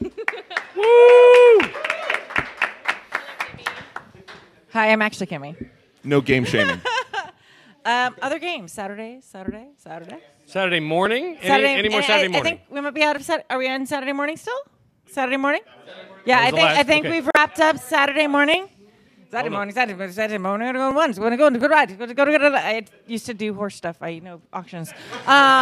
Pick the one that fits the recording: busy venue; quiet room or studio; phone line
busy venue